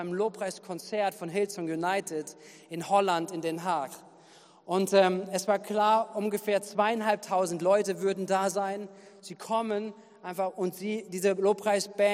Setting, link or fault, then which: setting, large echoing room